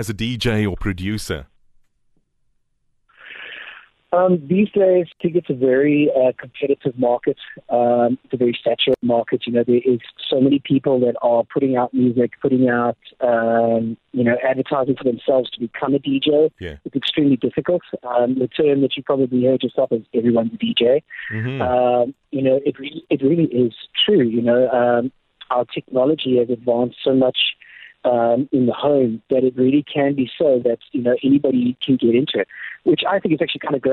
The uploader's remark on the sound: Caught up with him via the phone lines.